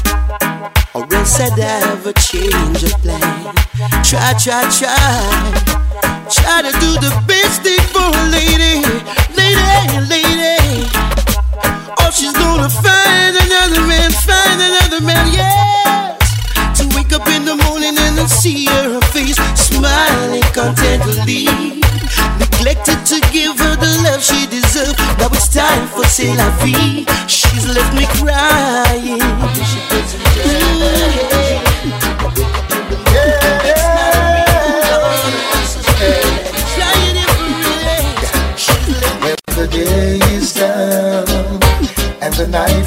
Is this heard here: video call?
no